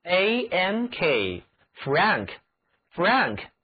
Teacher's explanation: 这里字母 n 也要读作后鼻音